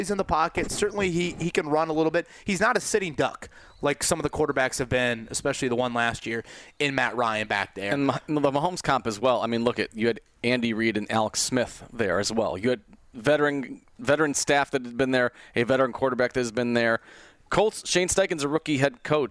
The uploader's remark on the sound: Live from Colts Training Camp